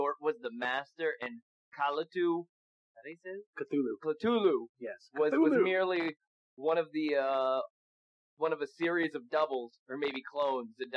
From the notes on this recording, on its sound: This is an old episode and the sound quality on our vocals was kinda messed up.